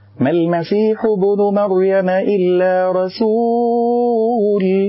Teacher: ضم الباء بدل من إظهار القلقلة · Term: لحن جلي